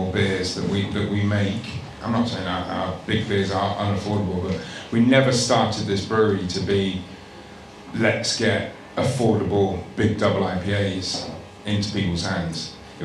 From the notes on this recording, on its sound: hosted a panel talk at a bar called Five Miles in Tottenham, North London